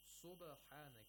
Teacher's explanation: We have qalqala of the ba in this word.